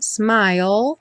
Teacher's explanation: a gente termina o som dela com o L lá no céu da boca.